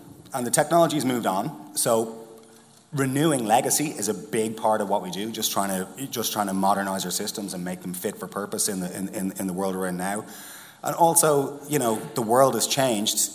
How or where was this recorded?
live audience